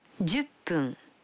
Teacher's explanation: Вы заметили, что когда фун добавляется к 10, дю, то произносится пун.